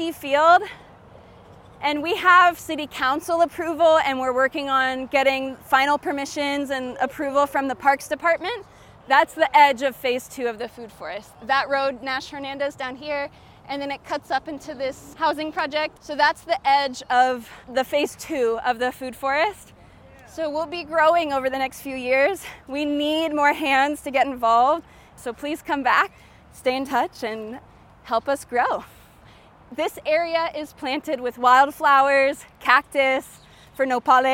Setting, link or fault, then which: setting, outdoors